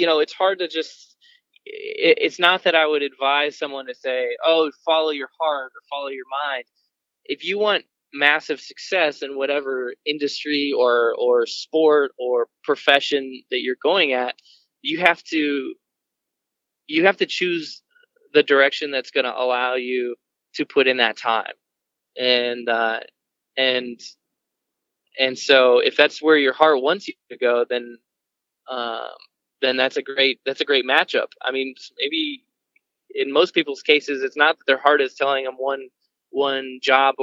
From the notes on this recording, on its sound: On the phone about a month ago before the race weekend at Chicagoland.